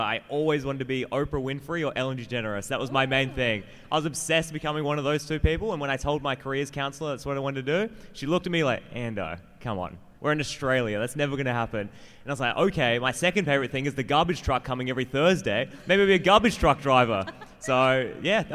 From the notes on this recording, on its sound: LIVE From Card Party 2023! LIVE from Card Party 2023 in California!